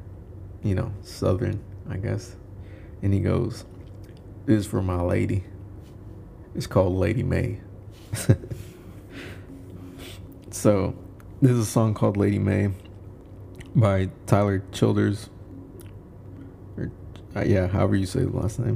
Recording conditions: background noise